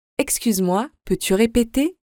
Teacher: Notice the rising intonation indicating a question.